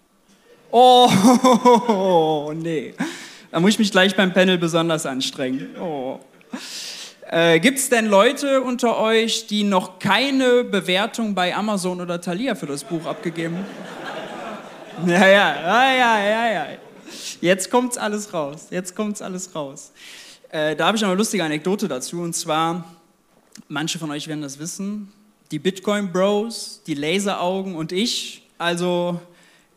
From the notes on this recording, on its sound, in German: Dazu gab es viele Zuschauerfragen! Das Live-Event war mit über 200 Gästen ausverkauft.